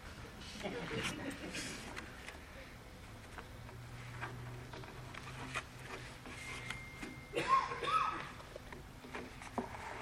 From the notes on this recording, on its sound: Spring Into Action 2022. At the Spring Into Action Conference in Sanford NC in Feb 2022.